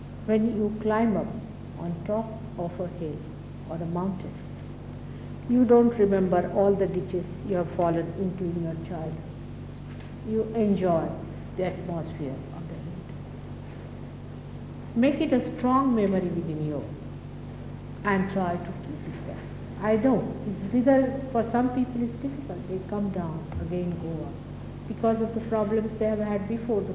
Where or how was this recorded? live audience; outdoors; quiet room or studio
live audience